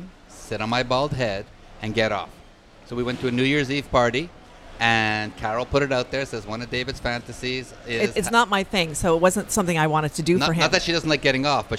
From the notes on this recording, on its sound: Join us on location at Hedonism II Resort